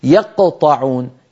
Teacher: الصوت الأول كان بقرع مخرج القاف، والصوت الثاني كان بالقلع عن مخرج القاف